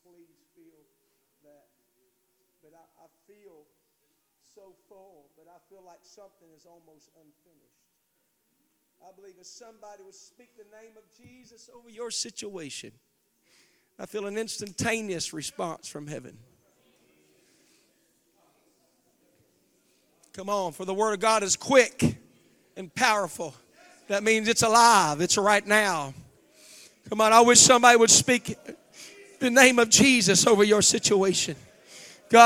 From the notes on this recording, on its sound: Wednesday Evening Revival Service. The Anchor Church of Zanesville, Ohio.